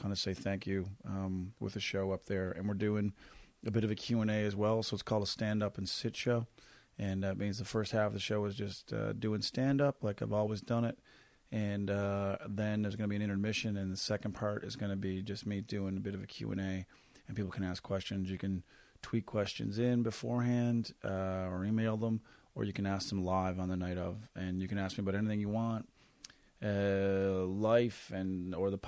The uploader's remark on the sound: joins me by phone